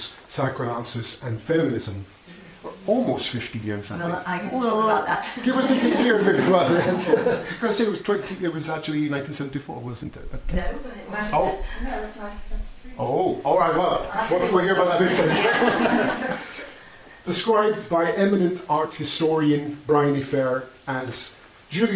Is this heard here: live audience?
yes